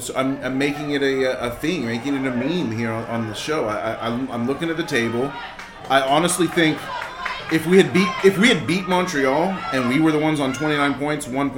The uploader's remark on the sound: A late winner LIVE from Memorial Stadium. Record the show during the second half of Charlotte Independence's win vs.